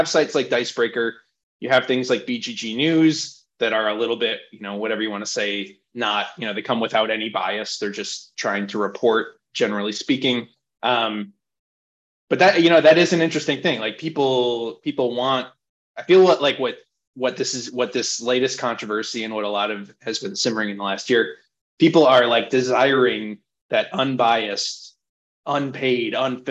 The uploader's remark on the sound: hosted a Zoom panel